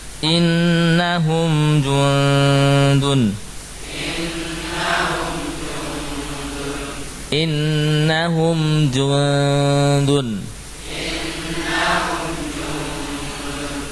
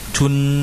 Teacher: maka suara nun yang samar, ya, di sekitar makhraj dal · Shown in: first take · ya. Nun dal memang sangat berdekatan, ya.